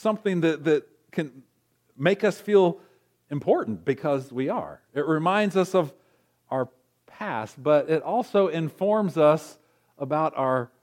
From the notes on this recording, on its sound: recorded on December 23, 2023, at Ringgold Seventh-day Adventist Church.